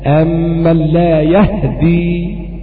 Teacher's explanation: قرأ بإسكان الهاء وتخفيف الدال